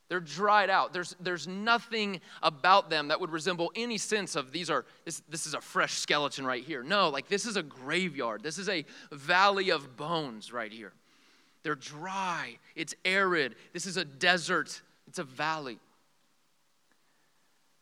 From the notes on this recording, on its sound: This sermon is from our EPIC retreat